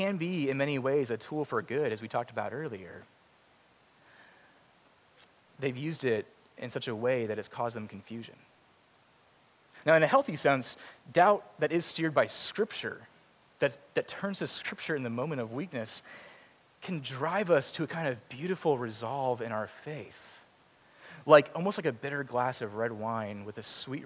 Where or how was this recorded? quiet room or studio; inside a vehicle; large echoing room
large echoing room